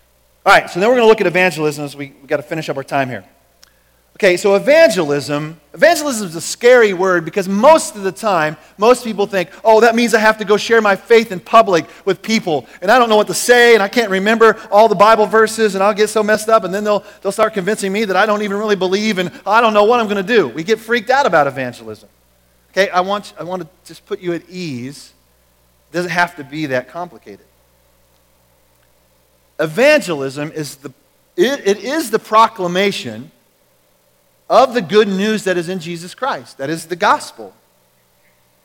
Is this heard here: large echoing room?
yes